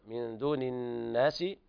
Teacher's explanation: إخفاء حقيقي لوقوع الدال بعد النون الساكنة